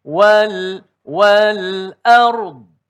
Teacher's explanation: tekankan intonasi suara pada huruf hamzah pada perkataan ar